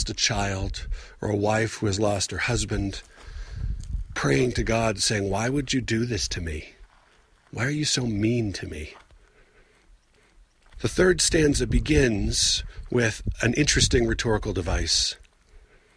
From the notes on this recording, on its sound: Recorded while on the outskirts of the San Rafael Swell, where I could not find anywhere that was completely out of the wind. Even if it isn't a great place to record, it is one of my favorite places.